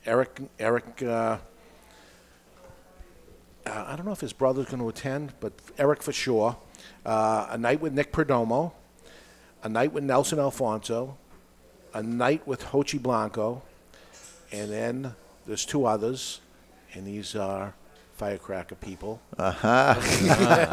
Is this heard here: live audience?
yes